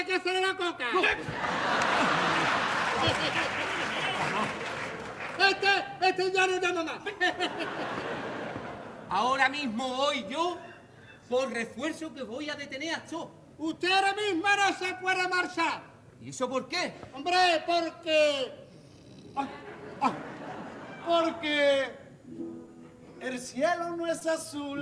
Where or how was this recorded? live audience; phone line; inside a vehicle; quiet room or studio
live audience